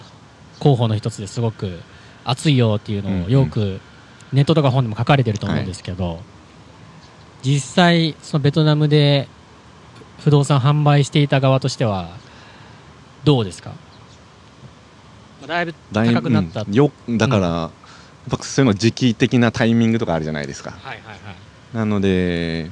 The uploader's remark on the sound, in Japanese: 野外収録。都内の代々木公園で収録。